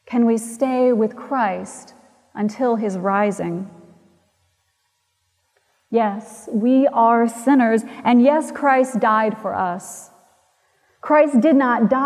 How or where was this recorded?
large echoing room